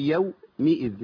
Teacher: فاحنا بنبحث عن الميم المكسورة في يو مئذ مش يو مائذ